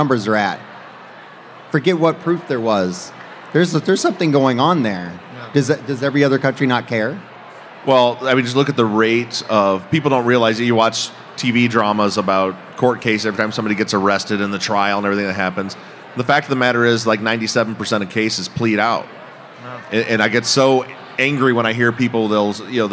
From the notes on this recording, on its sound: LIVE from Las Vegas! On stage for a special live show at CrimeCon 2022.